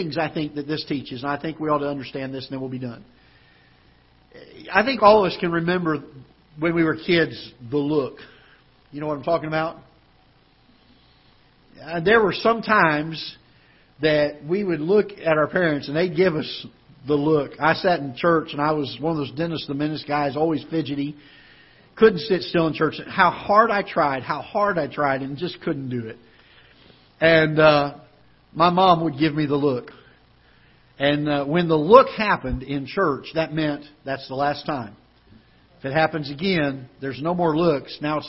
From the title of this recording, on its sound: Ketha Heights Baptist Church ~ Live Broadcast